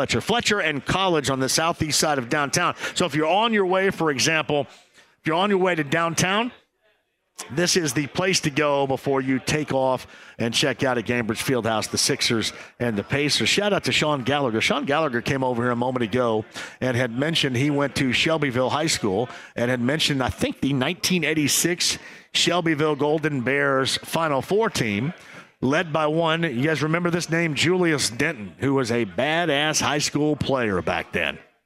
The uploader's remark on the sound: live at the Dugout Bar